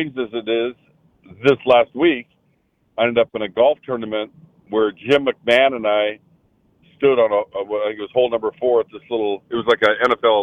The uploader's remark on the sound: Joins the show on the Farm Bureau guest line. Live in the BankPlus Studio.